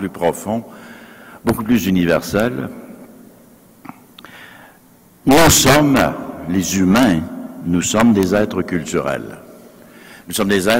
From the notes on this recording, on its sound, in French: Conférence de clôture du colloque 2016 de l'AQPC, à Québec.